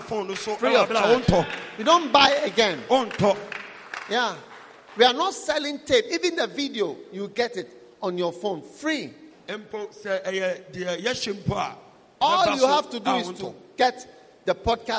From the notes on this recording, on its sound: Preached at a Healing Jesus Campaign Pastors' conference in Drobon, Ghana on the 11th - 12th of December